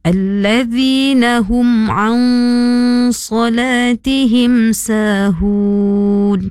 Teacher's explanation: Huruf nun nun sukun, nun mati bertemu dengan huruf sad iaitu ikhfa. Huruf nun mati itu disamarkan dengan dengung.